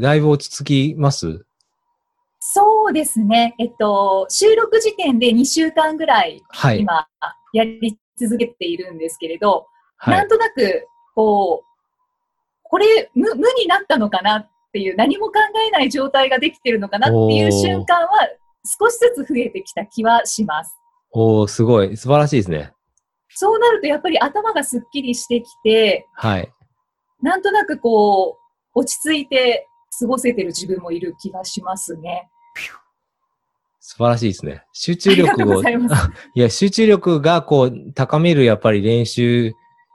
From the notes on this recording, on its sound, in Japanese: オンライン収録のため、通常より音声が劣りますがご了承ください